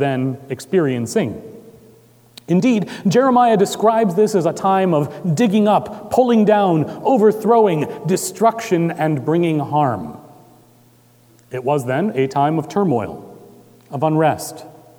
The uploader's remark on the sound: Recorded March 25, 2018 at Trinity Presbyterian Church in Bixby, Okla.